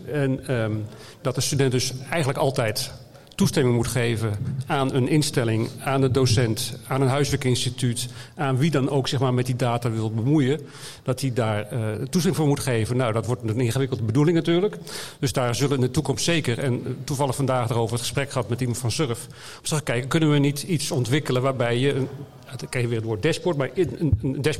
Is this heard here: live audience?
yes